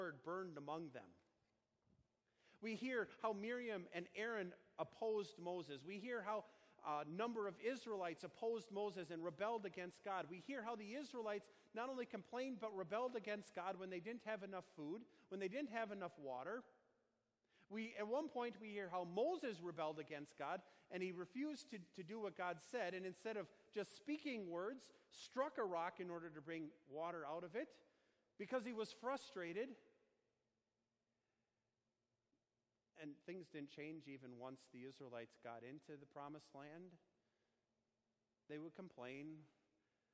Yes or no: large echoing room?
yes